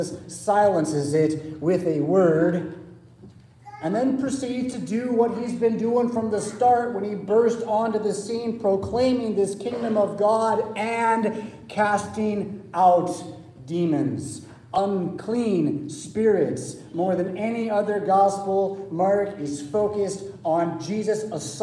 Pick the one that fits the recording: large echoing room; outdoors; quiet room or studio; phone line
large echoing room